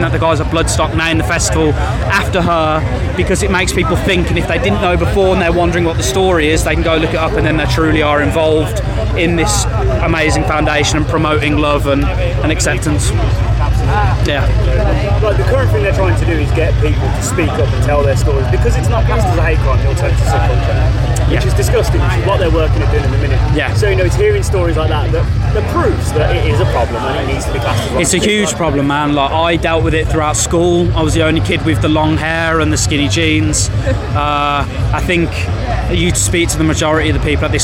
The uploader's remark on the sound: From our 'Live from Bloodstock Festival 2022' series.